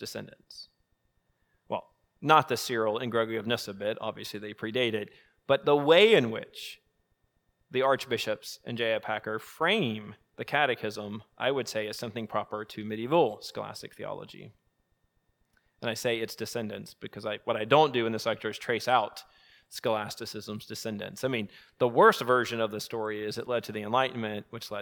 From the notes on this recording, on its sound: Evening Lecture